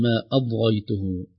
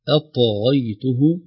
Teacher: نحرص على ظهور القلقلة في الطاء، لو ضعفت ستكون كأنها ضاد · Shown in: second take · كأننا نقول ما أضغيته أطغيته، هكذا نحتاج إلى إظهارها.